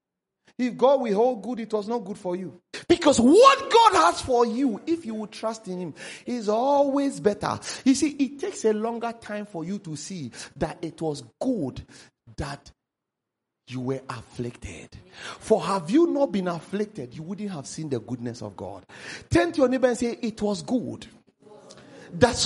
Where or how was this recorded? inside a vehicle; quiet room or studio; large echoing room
large echoing room